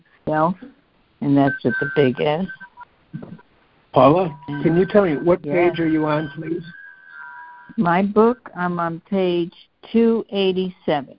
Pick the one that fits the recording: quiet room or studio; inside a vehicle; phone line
phone line